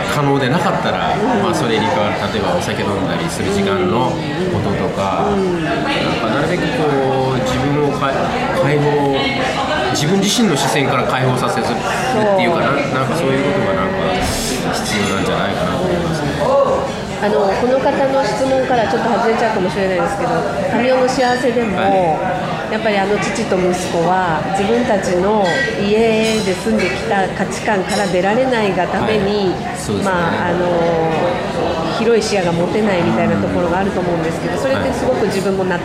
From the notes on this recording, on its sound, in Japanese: なんとニューヨークからお届けします。ＮＹの素敵なCAFEで収録したスペシャルオンエアです。